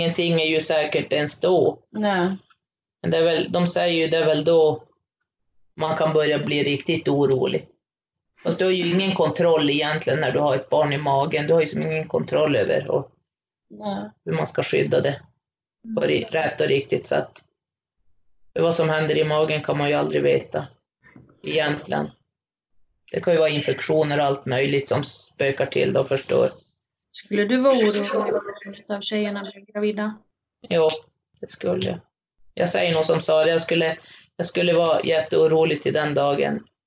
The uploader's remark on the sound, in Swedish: Tyvärr är ljudkvalitén något sämre i detta avsnitt eftersom vi spelade in via länk.